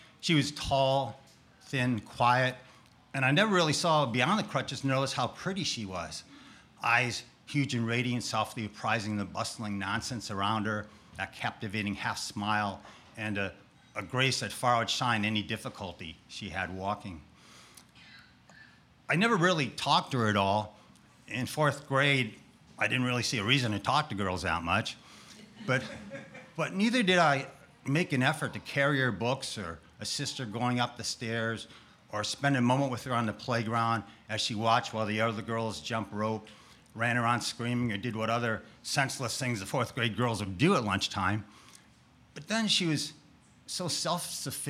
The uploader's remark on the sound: Our monthly open mic storytelling events in York, Pennsylvania. Eight storytellers shared their stories with our audience at Archetype Pizza in downtown York.